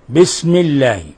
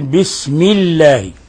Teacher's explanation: وإنما يجب إخلاص كسرة الميم · Shown in: second take